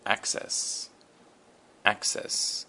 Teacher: the emphasis for the word access is on the A